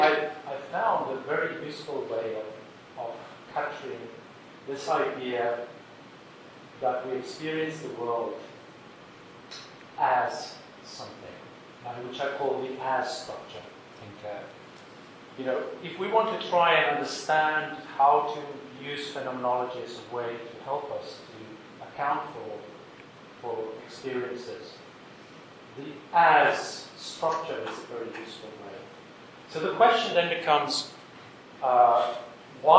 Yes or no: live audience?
yes